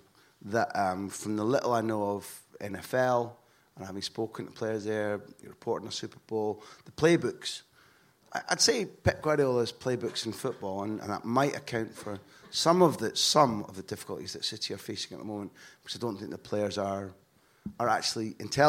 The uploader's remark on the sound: La Liga Live At The Sugar Club, Dublin.